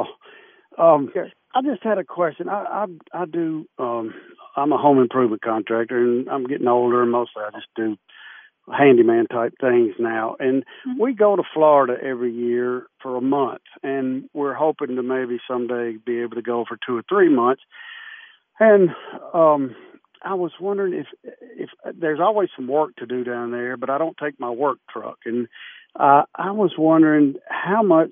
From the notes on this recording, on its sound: On the phone answering queries from listeners with tax questions. Live from America's Music City.